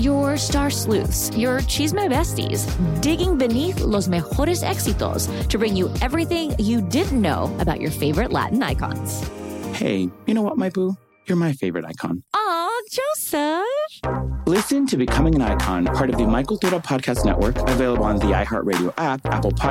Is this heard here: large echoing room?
no